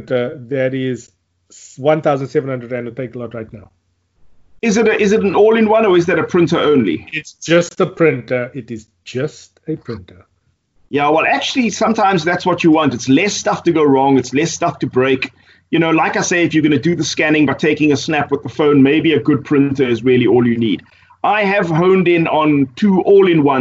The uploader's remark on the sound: Recorded via Skype